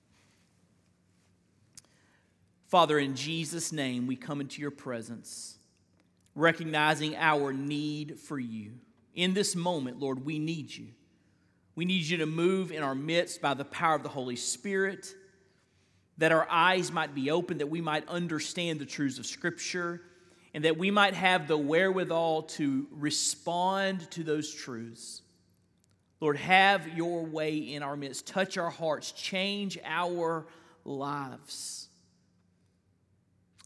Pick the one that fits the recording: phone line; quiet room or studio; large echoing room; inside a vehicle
large echoing room